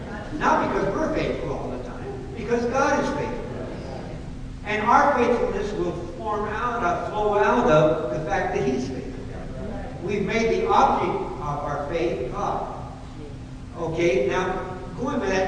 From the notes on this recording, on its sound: Unfortunately we experienced technical difficulties during this session which resulted in a poor quality recording.